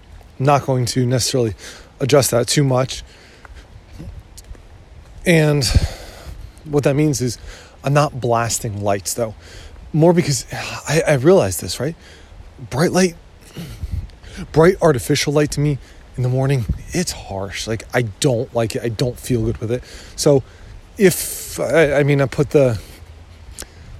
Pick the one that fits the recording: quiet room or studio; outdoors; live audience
outdoors